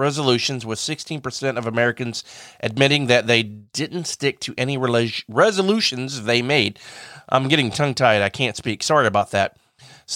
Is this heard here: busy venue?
no